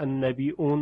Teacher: همچنین کلماتی مانند النبی او النبیون که النبیون خونده می شد، یعنی کلمه نبی به جای یا محموز خونده می شد با همزه